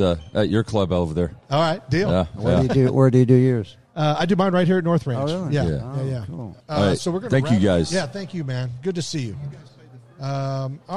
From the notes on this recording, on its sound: live from North Hills Country Club in Westlake Village, California.